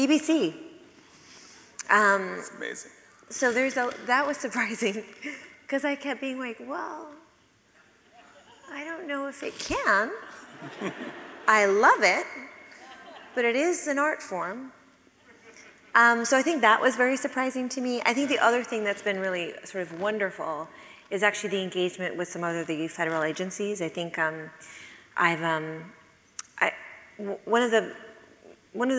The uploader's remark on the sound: from the closing night of the 2022-23 Portland Arts & Lectures series